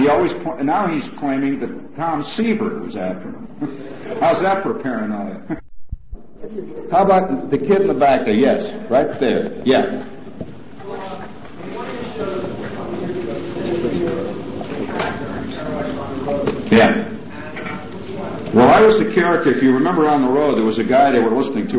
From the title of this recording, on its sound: 1971 Press Conference